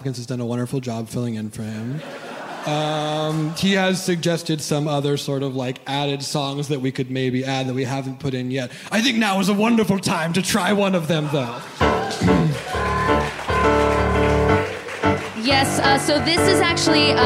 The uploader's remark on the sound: OFF BOOK Live! From the REACH Festival at the Kennedy Center. With a performance of the brand new musical.